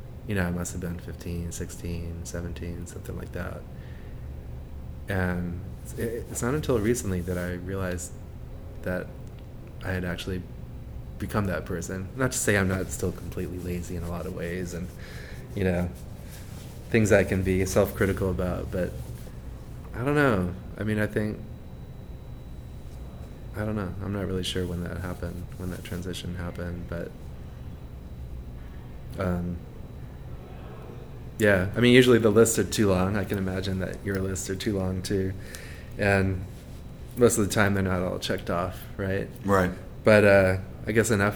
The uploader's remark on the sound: Each of these conversations was produced in the open space confines of Atlanta Contemporary, providing an opportunity to allow the activity, energy and sounds of the art center to add to the context of the dialogue.